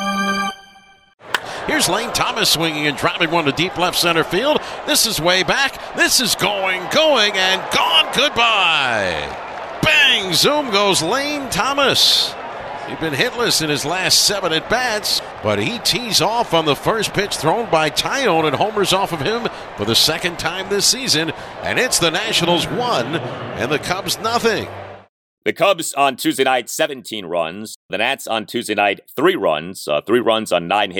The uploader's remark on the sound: Live from Wrigley